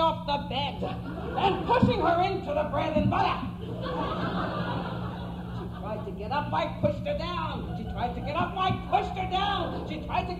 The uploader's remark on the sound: On the first night, at the Tischman Auditorium, panelists read from writers who first influenced them, and then from their own work.